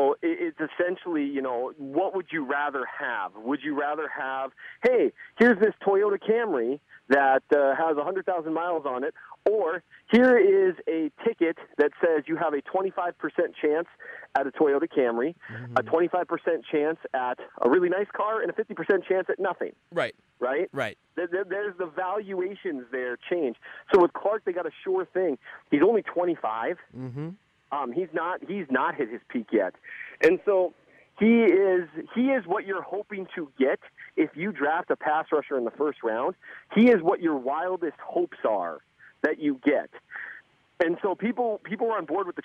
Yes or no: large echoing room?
no